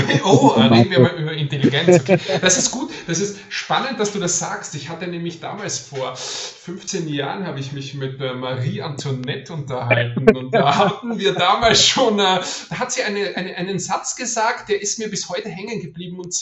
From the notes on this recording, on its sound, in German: Mangelhafte Tonqualität. Ist mal wieder unterwegs. Sollte die Tonqualität nicht die allerbeste sein, sorry, aber wir mussten ein bisschen improvisieren.